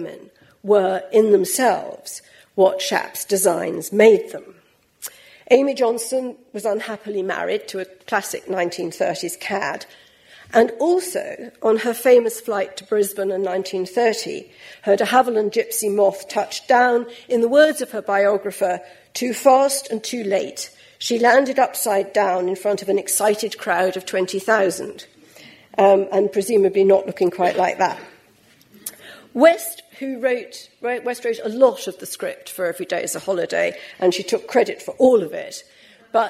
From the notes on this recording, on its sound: LRB Winter Lecture, delivered at the British Museum